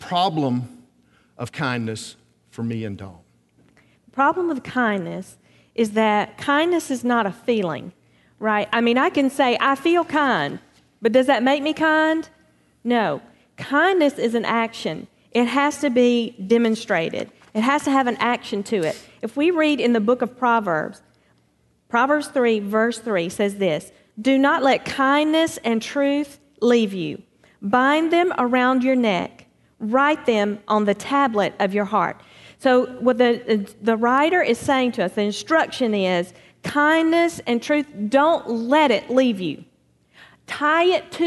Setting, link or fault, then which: setting, large echoing room